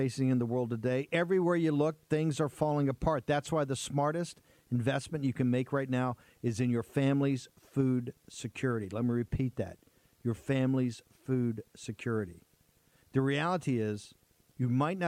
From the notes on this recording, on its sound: Live From Turning Point Young Women's Leadership Summit